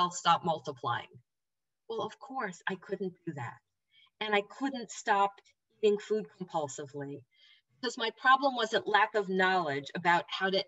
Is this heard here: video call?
yes